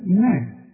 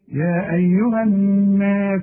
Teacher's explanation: الراء هي المفخمة، لكن النون والألف بتاعتها المجاورة ليها مرققة